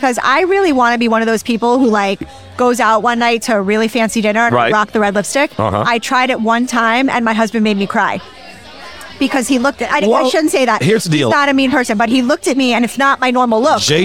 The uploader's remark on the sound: Recorded at American Social Las Olas